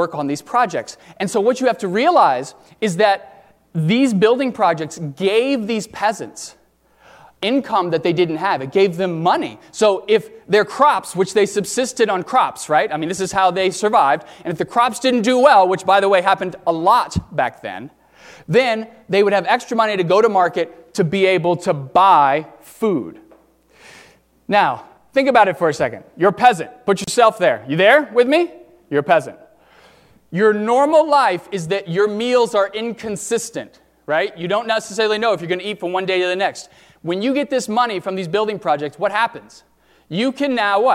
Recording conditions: large echoing room